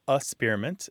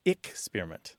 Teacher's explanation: some people kind of skip the K sound · Shown in: first take